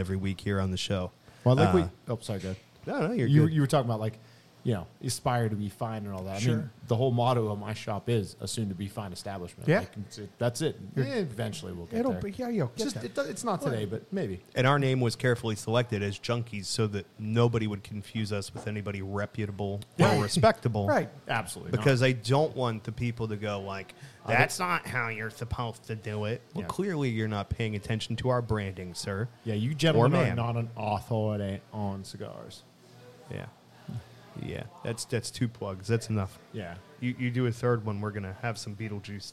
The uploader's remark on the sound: go on location at The Blind Fox in Dormont, Pa for Oktoberfest